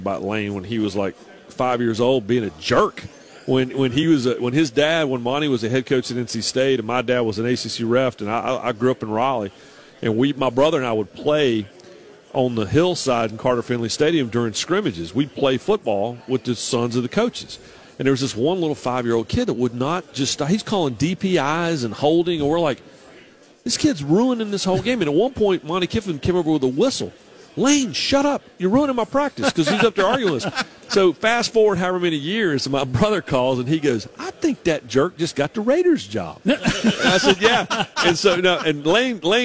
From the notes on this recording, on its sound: live from SEC Media Days